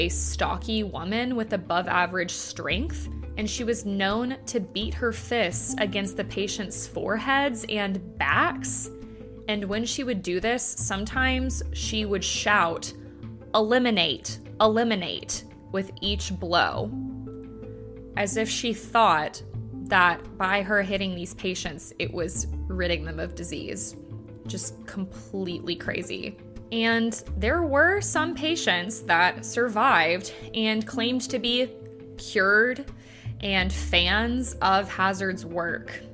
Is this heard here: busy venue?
no